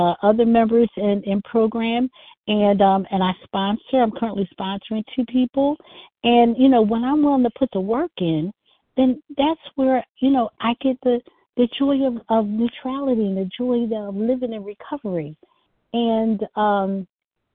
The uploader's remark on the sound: co-share from the 100 Pounders Phone Meeting